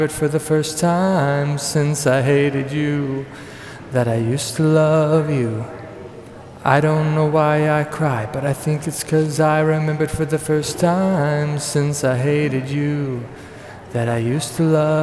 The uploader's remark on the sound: Naturally, my laptop has quit working properly, so I'm recording some covers in the local coffee shop.